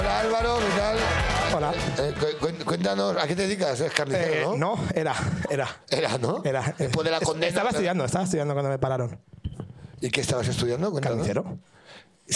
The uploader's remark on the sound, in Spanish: Programa grabado en BEER STATION (Madrid)